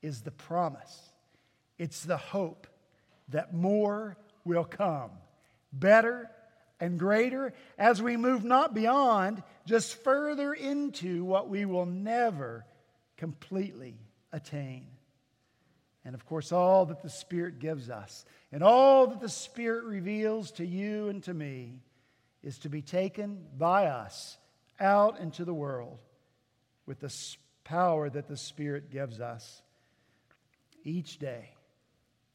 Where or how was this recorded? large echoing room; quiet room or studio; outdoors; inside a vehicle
large echoing room